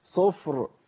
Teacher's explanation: لازم الراء تطلع، أسمع صوت الراء المفخمة كمان